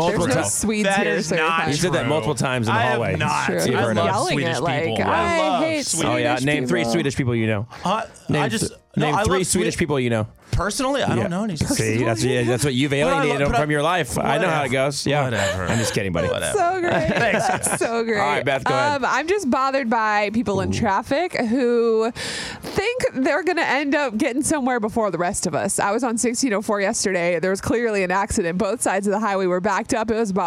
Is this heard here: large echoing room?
no